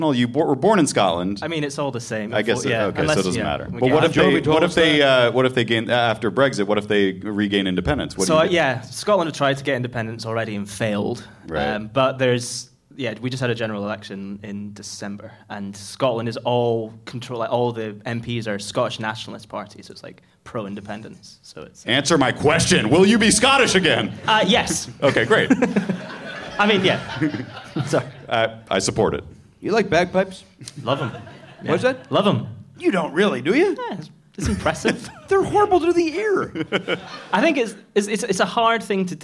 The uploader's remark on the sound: Recorded at the Gateway Theatre in San Francisco on January 11, 2020 as part of SF Sketchfest.